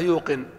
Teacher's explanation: قلب الياء واوا للمناسبة · Term: الياء تقلب واوا